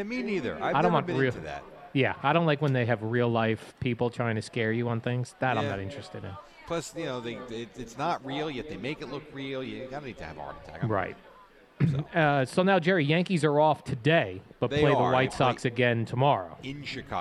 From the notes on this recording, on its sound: Live From the Boat Party.